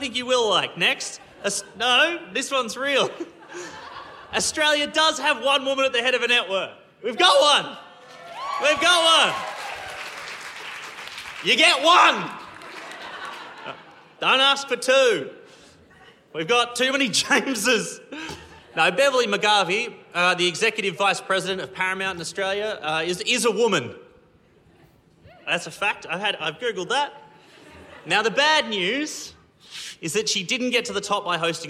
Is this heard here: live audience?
yes